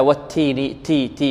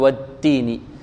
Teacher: فيكم والتين والزيتون والتين التاء هنا فيها همس التاء فيها همس لابد من الاتيان بالهمس بعض الطلاب يعدمون الهمس في التاء · Shown in: first take